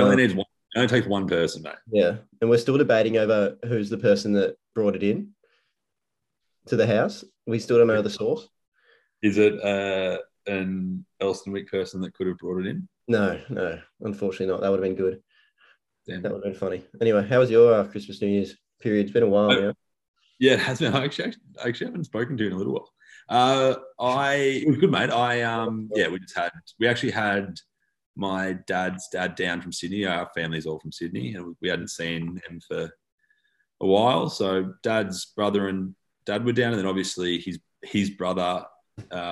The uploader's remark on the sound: As the boys are forced onto zoom.